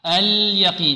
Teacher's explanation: اللام هنا لابد من إيضاحها، اليقين بدون قلقلة